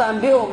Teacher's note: نون ساكنة عند الباء تقلب ميم مع الإخفاء · Term: الإقلاب